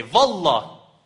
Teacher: they can't pronounce the letter waw. Instead of waw, they say it like v.